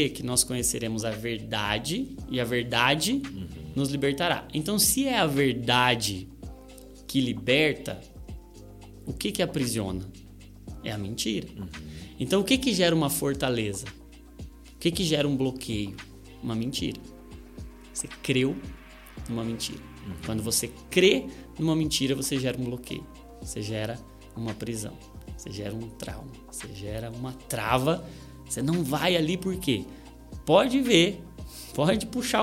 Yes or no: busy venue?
no